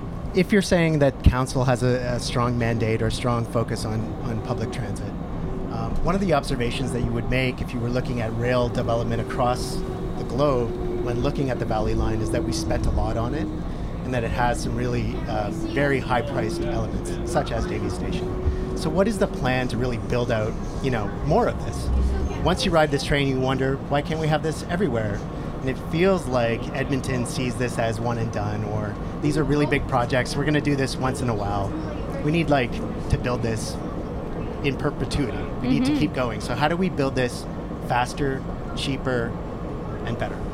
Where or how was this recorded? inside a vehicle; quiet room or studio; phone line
inside a vehicle